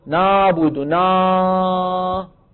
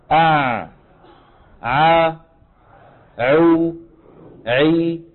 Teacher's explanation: هذا هو لسان المزمار، يرجع الى الوراء عند نطق العين فيتضيق المخرج لكنه لا ينغلق · Shown in: second take · ركز، يتضيق لكن لا ينغلق، وفي نفس الوقت لازم يتضيق، بمعنى إن لم نرجع لسان المزمار لن تخرج عين صحيحة.